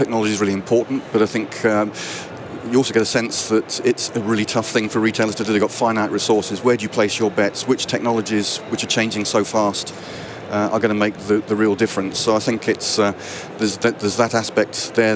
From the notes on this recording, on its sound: recorded at NRF Big Show 2018